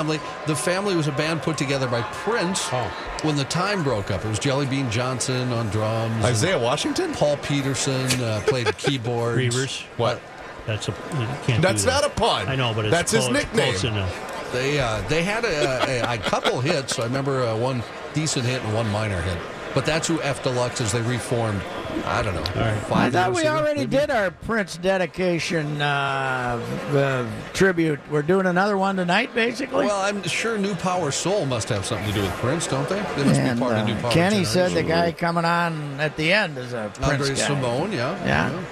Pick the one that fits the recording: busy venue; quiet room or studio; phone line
busy venue